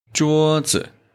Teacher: The neutral syllable 子 here is read in a lower pitch · Term: neutral tone